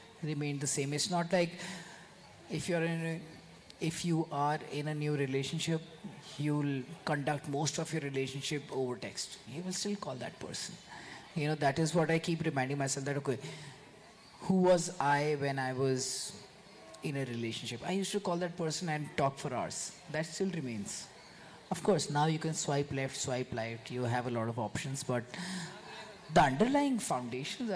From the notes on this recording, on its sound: This is a live session from Jaipur Literature Festival 2023!